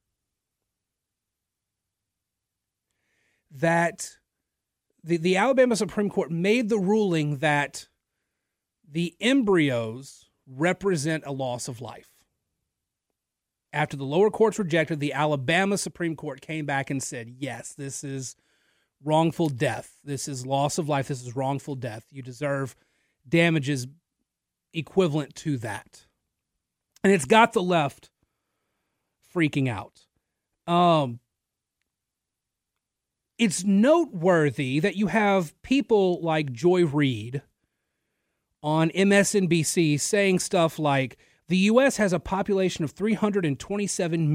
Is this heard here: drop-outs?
no